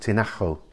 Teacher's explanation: The town near La Santa, Tinajo, is pronounced Tinajo. So the J becomes a sort of ugh sound.